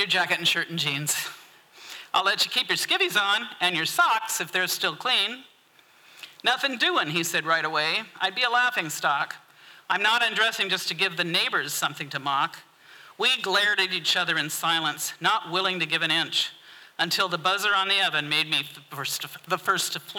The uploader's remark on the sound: 2023 FPG-Ten Fifteen Theater-Saturday Night-First Set. This recording was made on Saturday, February 25th, 2023, at the Ten Fifteen Theater in Astoria, OR as part of the FisherPoetry Archive Project.